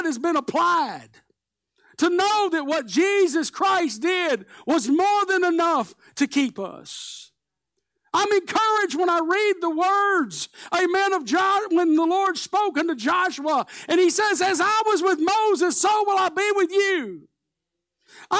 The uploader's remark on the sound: Live Sunday Morning Service